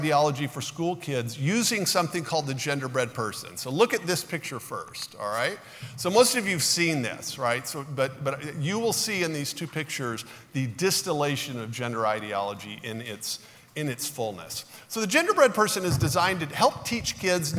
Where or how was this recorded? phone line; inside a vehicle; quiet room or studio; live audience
live audience